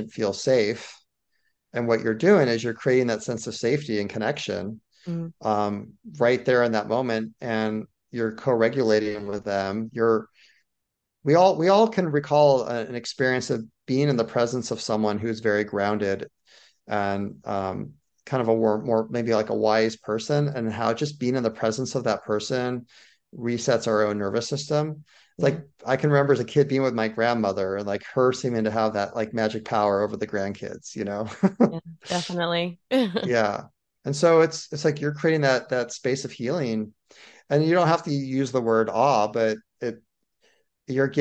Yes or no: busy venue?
no